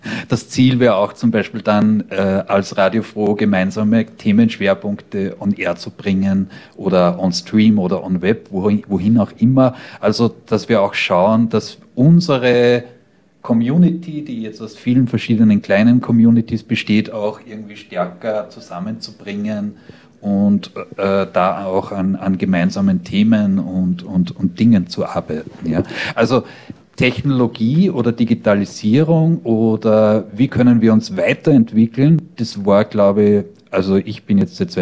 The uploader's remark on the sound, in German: Teil der Diskussionsrunde zu der Situation von freien Radios in Österreich, die bei der 25-Jahre Radio FRO Feier aufgenommen wurde.